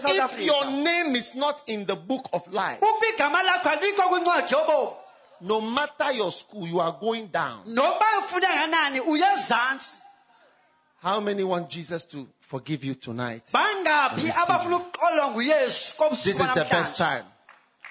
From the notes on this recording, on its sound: Preached at Healing Jesus Campaign, King Williams Town - South Africa